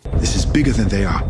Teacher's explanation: Listen to those TH sounds in this. This is bigger than they are. They should be dentalized. This, they.